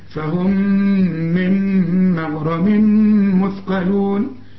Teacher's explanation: موجودة، بشبك الميم دي مع الميم دي، فهم ميم مغرم وبعدين تنوين وبعده ميم إدغام كامل برضو غنة